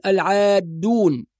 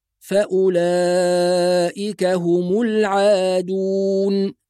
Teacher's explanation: وكلمة العادون بعض الناس يخطئ فيها فيشدد الدال فيقول العادون، وهذا خطأ، فالدال مضمومة مخففة غير مشددة · Shown in: second take